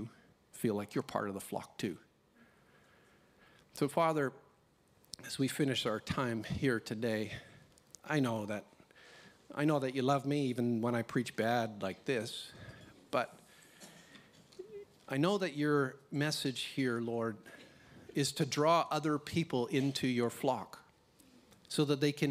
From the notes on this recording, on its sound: This recording is from a Live service at Hope Central Elizabeth, South Australia